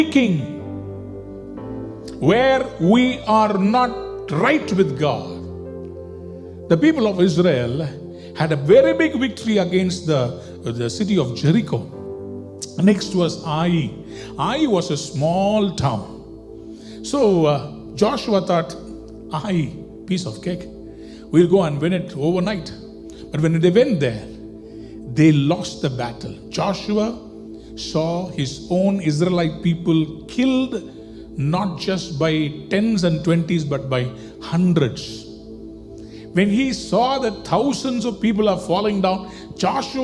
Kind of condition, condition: setting, large echoing room